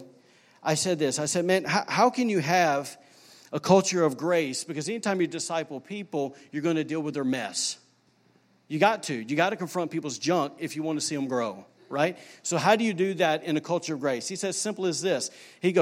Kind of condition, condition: setting, large echoing room